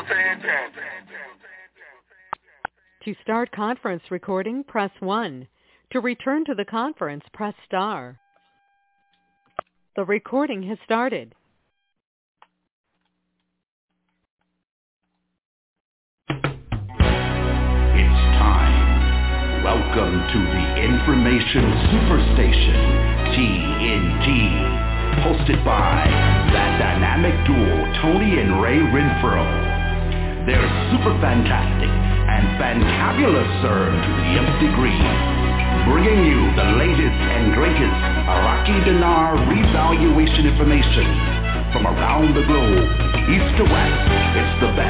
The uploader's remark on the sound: Conference Call.